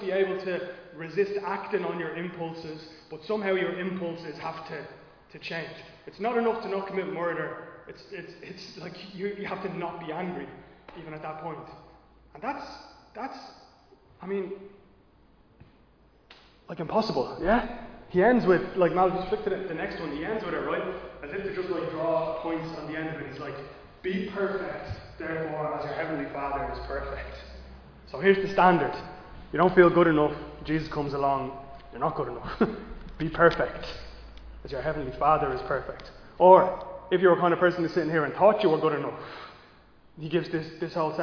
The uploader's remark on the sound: Recorded live in Liberty Church on 7 August 2022